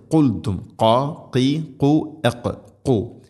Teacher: ഖാഫ് തൊണ്ടയുടെ മുഗൾ ഭാഗം കഴിഞ്ഞ് ചെറുനാക്കാണ് അതിൻ്റെ മഖ്റജ്